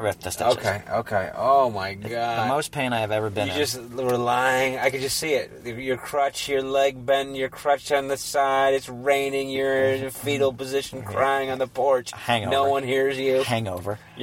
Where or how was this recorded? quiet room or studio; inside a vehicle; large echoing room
inside a vehicle